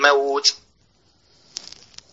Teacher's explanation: سبب اللحن إن أنت خليت جزء من طرف اللسان يخبط في نطع الفم من فوق